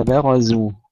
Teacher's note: ترقيق الباء ثم تفخيم الراء ثم ترقيق الزاي